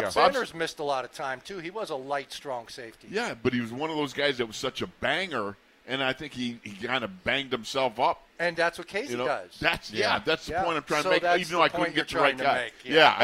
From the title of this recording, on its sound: ITL Live from Steelers Camp Day 15